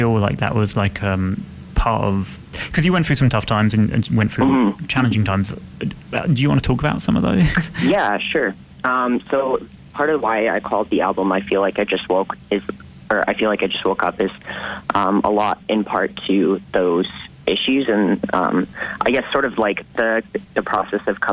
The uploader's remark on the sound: on the phone